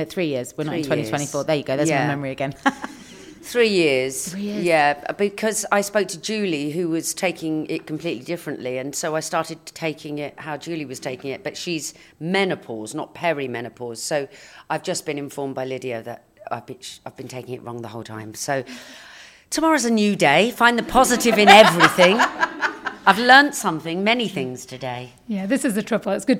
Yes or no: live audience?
yes